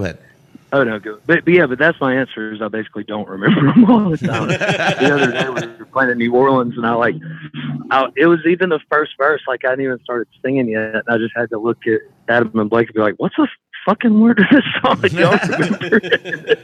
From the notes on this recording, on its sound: A phone interview